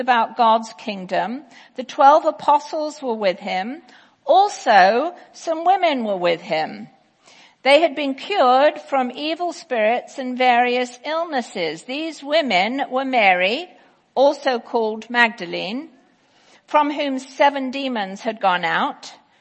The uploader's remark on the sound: Easter 10AM Service 2018